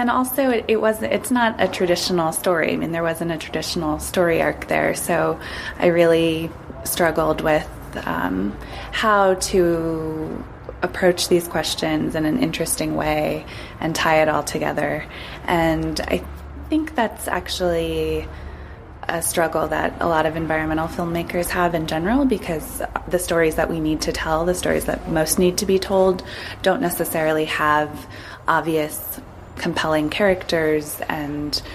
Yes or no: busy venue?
yes